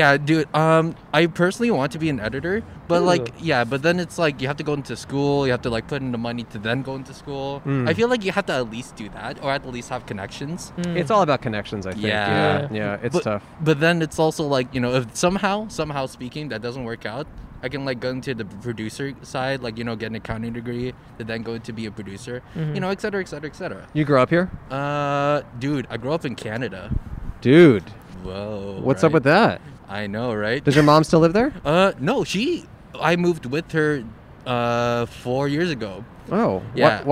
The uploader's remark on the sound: Recorded in front of Orangetheory Fitness on 12/30/20 on Brand Blvd in Glendale, California.